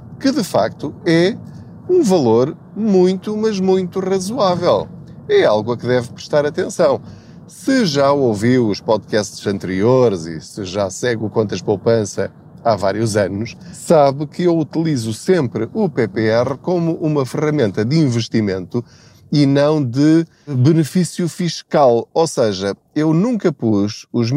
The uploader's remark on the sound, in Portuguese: Não ligue aos barulhos da viagem.